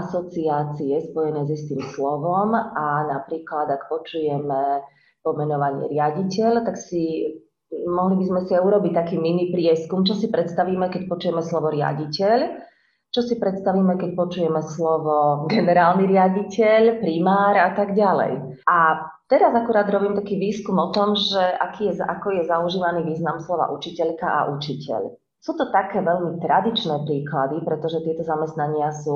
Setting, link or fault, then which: link, video call